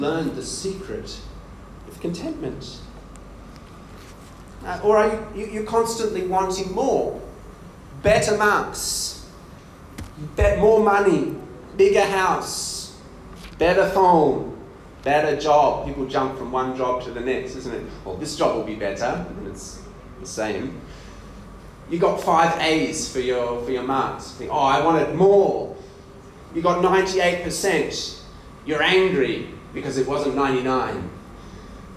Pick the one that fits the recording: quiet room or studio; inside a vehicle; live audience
live audience